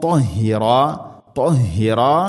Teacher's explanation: طاء എന്ന അക്ഷരം ഇസ്തിഇലാഇന്റെ സ്വരഭാരത്തിൽ ഉച്ചരിക്കേണ്ട അക്ഷരമാണ്. അതിൻ്റെ കൂടെ ഗുന്നയും സ്വരഭാരത്തിലാക്കാൻ ശ്രദ്ധിക്കണം.